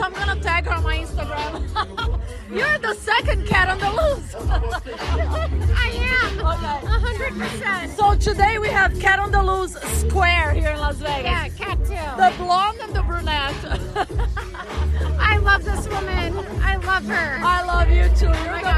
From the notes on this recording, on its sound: LIVE EPISODE FROM THE HOTTEST POOL PARTY IN VEGAS.